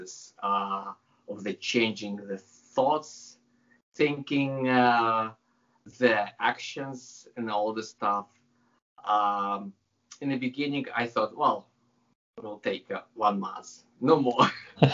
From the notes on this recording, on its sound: I had a nice chat via Skype